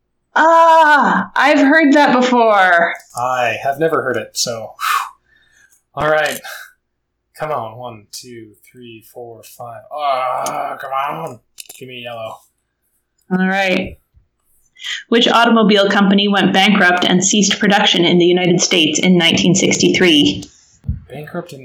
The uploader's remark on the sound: The audio quality is lower than normal